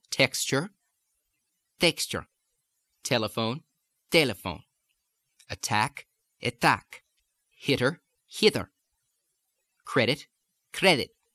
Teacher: You hear the tongue going up to the alveolar ridge and it's hitting and pulling off hard at this point of focus, so connect it to the resonance.